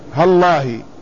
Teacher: قال والنطق بها أربعة أوجه، والنطق بها أربعة أوجه، أحدها هالله باللام بعد الهاء بغير إظهار شيء من الألفين